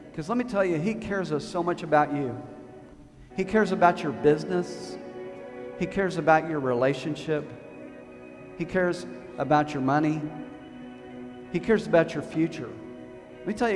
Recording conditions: large echoing room